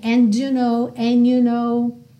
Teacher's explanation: Lembra que a gente pode omitir o som desse D e juntar direto no N.